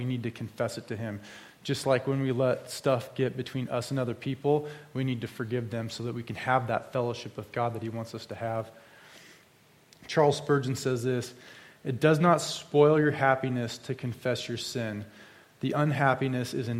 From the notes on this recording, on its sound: This sermon was preached at Crosswater Community Church in Sultan, WA.